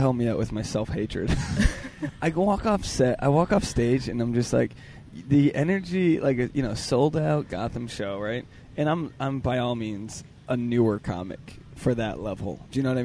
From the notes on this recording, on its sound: was recorded in the heart of New York City, Central Park!